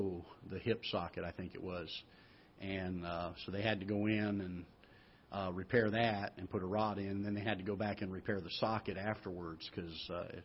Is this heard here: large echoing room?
yes